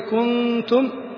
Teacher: حال الإخفاء ينبغي له ألا يمد حركة الحرف الذي قبل النون، لا يمد حرف الحل الحركة التي قبل النون فيولد منها حرف مد، كما في قوله كنتم، بعضهم يبالغ فيقول كنتم فيولد من الضمة واوا، وهذا لحن يعتبر لحنا خفيا.